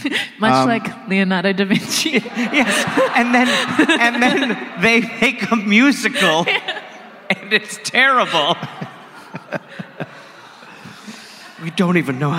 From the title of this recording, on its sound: Live in Adelaide